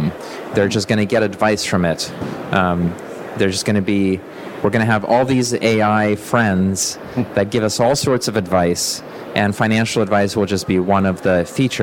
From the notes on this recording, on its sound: I used the opportunity of being together in person to record an interview. Recorded in the podcast theater at the event.